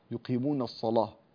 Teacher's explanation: فهذه اللام بسبب أنها مفتوحة وقبلها صاد مفتوحة، فإن ورش رحمه الله يغلظها